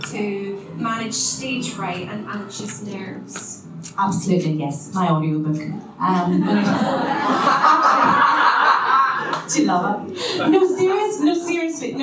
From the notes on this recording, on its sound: We bring you the best bits from our second LIVE panel event. This event was recorded at Singeasy in Piano Works West End on Sunday 26th May.